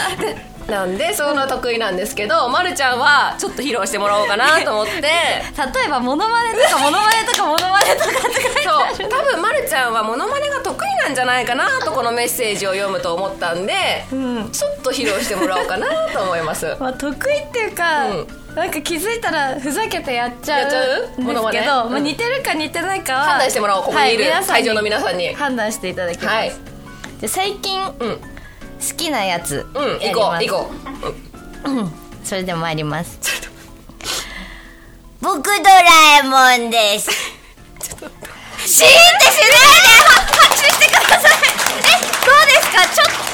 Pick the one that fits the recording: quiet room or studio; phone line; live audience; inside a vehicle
live audience